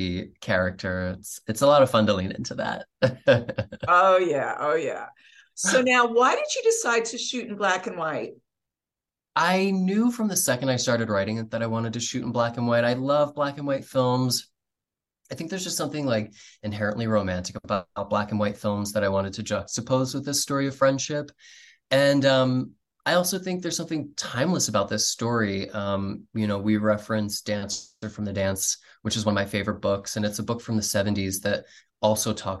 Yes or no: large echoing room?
no